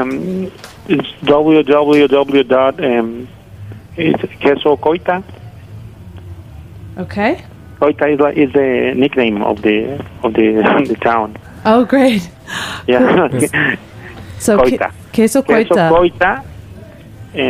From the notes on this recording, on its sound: Joining via phone. On the phone.